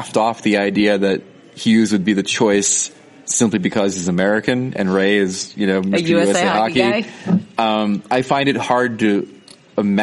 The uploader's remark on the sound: record from the NHL Awards in Vegas.